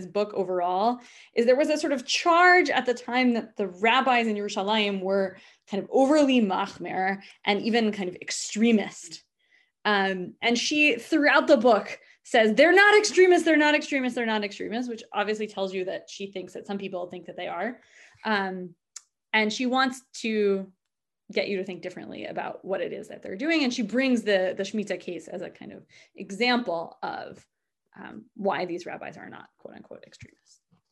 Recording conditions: video call